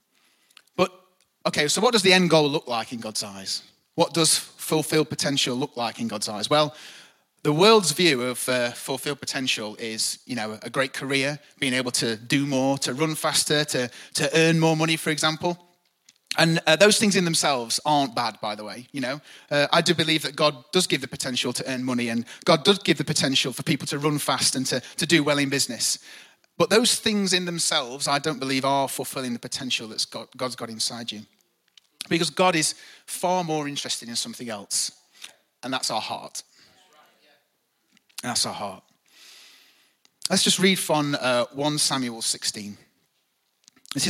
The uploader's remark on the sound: Recorded live at the Chesterfield Campus this is the message from the morning service on the 6th October 19.